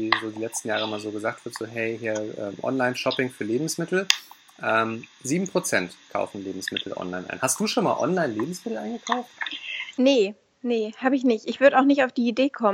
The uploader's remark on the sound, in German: Spricht via Skype mit. Die Tonprobleme bitten wir zu entschuldigen.